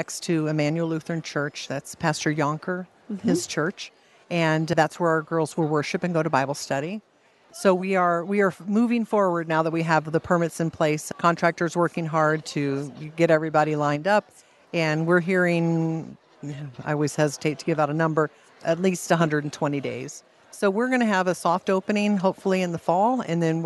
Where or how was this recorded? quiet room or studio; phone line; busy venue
busy venue